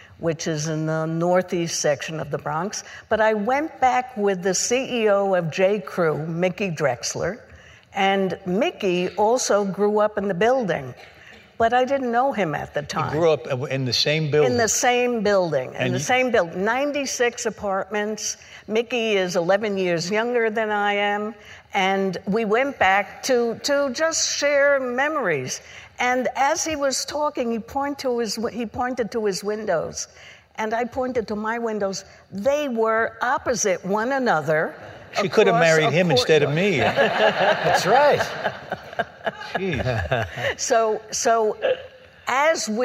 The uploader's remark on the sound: Recorded March 9, 2015 at New York’s 92nd Street Y.